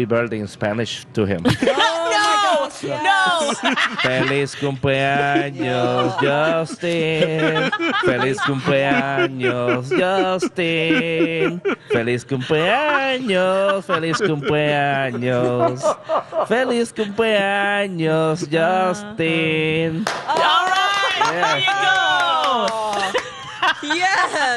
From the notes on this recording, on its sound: broadcast live from the AC Hotel for the Superbowl